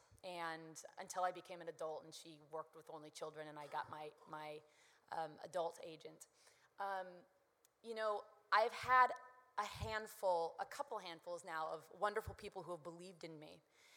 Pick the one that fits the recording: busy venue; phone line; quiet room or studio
busy venue